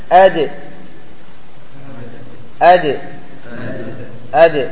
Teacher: الدال كذلك أدي أدي أدي الشدة والجهر، لأنه لا نفس بعده